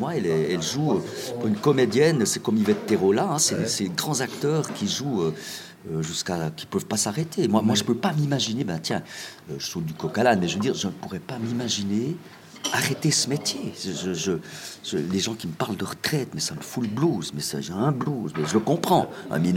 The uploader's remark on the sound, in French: Enregistré dans la bon humeur à Pâques au restaurant le Cheval Blanc à Delémont.